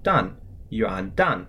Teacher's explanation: That would be 元旦, or first morning, which means New Year's Day. So that's Y-U-A-N in the second tone, 元, and then D-A-N in the fourth tone